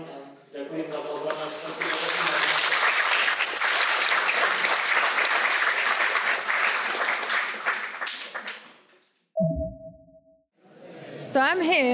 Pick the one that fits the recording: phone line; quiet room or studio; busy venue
busy venue